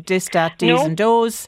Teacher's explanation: We, as Irish people, can't differentiate between T and TH sound. It doesn't exist.